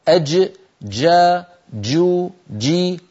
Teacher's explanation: الجيم بحاجة إلى أن لا تكون مخلوطة بالدال، أج جا جو جي وليس أج دا دو دي، هذه صوت جيم مخلوطة بدال نسمعها من بعض الناس ولا تصح، فيها صوت مخلوط من حرفين.